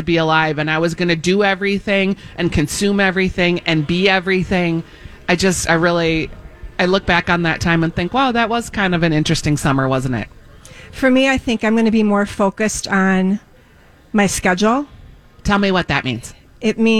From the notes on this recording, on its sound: broadcasting live at Southern Lights